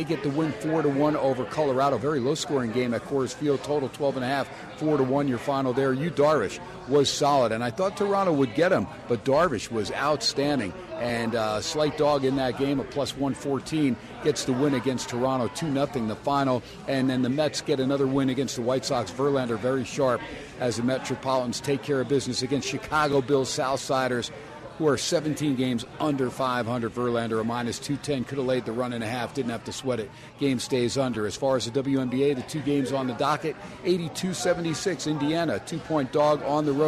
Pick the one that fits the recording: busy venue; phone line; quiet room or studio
busy venue